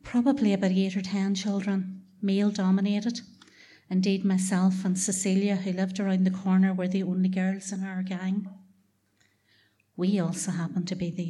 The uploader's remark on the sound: Three wonderful true stories told at the Black Box in Belfast. Tenx9 is a live storytelling event where nine people have up to ten minutes each to tell a true story from their own life on a particular theme.